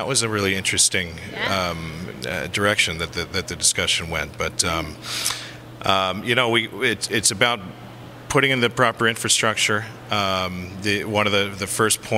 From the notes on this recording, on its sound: Live from Telecom Exchange